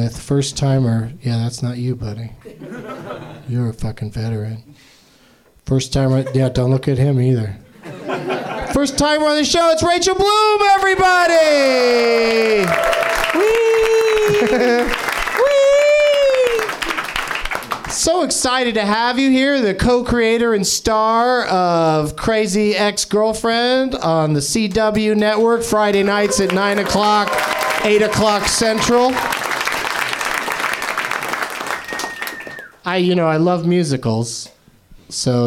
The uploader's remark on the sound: Live from the NerdMelt Showroom in LA